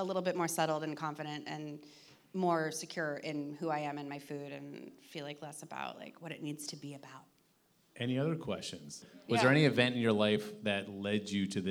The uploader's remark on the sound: we hosted a live recording (!!!) at The Bell House in Brooklyn